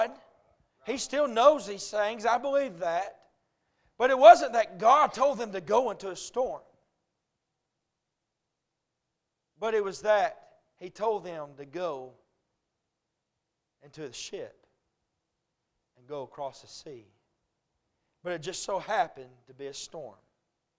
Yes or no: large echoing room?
yes